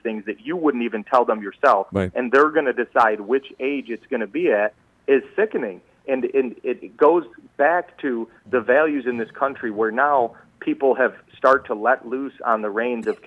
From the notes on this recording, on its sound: Called in today to say HE'S the Real Conservative in the race vs.